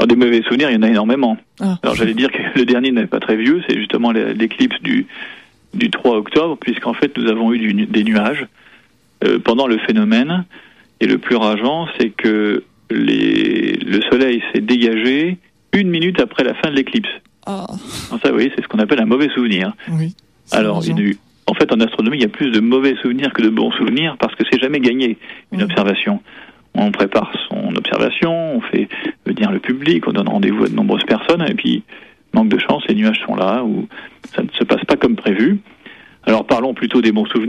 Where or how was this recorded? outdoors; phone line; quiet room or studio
phone line